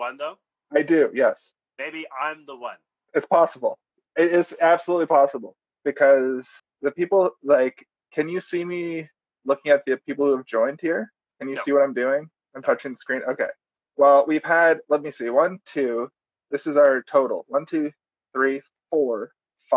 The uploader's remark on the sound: Luckily the sound has been compressed.